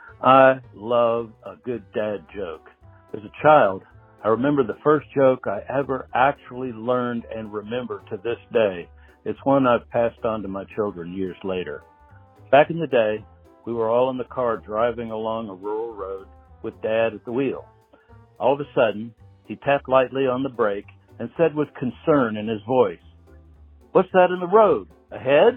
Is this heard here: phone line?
yes